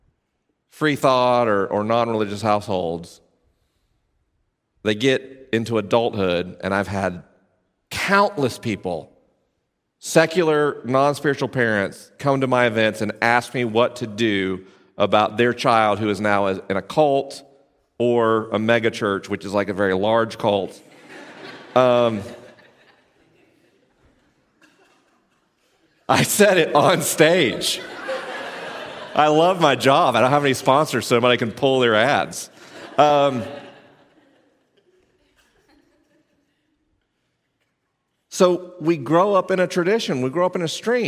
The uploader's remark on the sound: This week's episode was recorded live at Placentia Presbyterian Church in Placentia, CA.